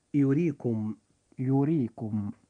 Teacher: حرف الراء في هذه الكلمة جاء مكسورا وهو في وسط الكلمة فيجب أن يرقق عند النطق · Term: الترقيق